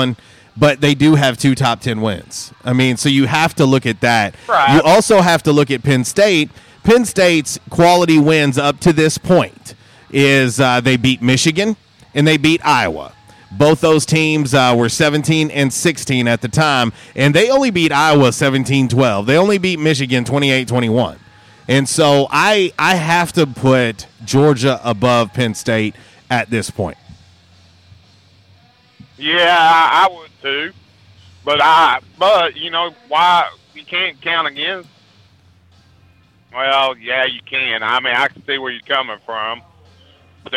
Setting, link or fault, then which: setting, busy venue